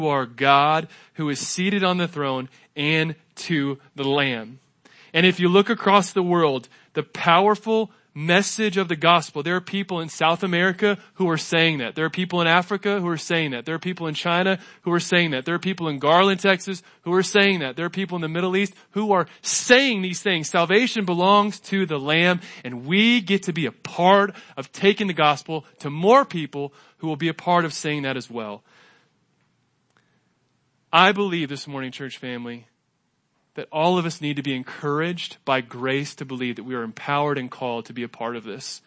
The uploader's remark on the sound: This is a podcast from primarily sermons preached at City Church Garland.